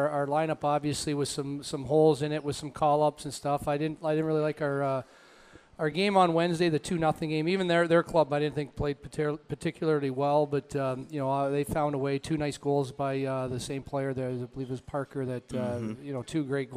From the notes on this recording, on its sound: LIVE at Gameworks in Newport on the Levee